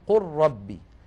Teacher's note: منها أولا أنه إذا أتى لام ساكنة بعدها راء فإن حفصا يدغم، بل وكل القراء، إدغام اللام الساكنة في الراء بعدها